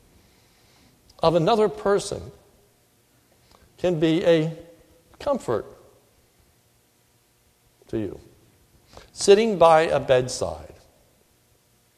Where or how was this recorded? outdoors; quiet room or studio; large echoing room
large echoing room